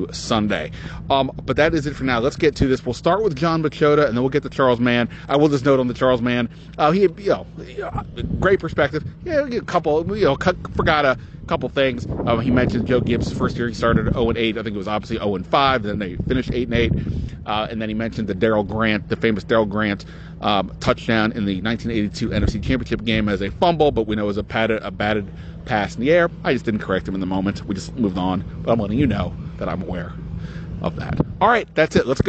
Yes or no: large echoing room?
no